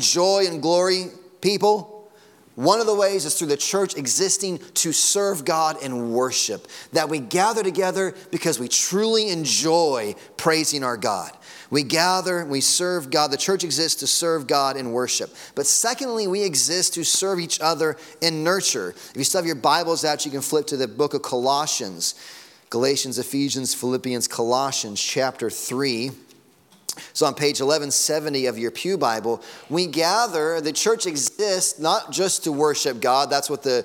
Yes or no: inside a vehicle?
no